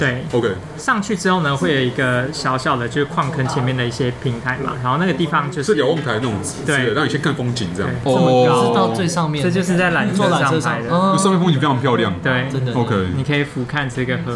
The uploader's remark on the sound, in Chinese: 本集白噪音指數：微風級 2/5。錄音地點： BUZZ Cafe & Beer。